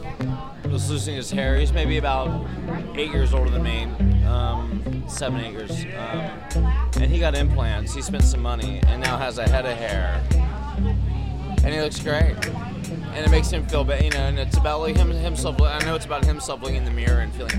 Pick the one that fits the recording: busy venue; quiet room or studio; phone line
busy venue